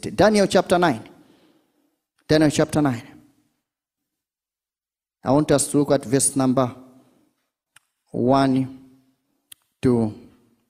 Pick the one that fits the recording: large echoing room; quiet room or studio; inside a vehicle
large echoing room